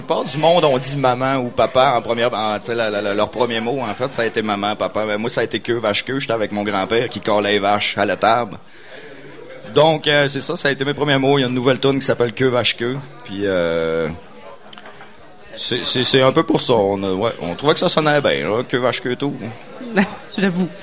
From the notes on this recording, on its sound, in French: Lors de leur passage au Festival d'été de Québec, en direct du bar Le Sacrilège, sur les ondes de CKRL 89,1.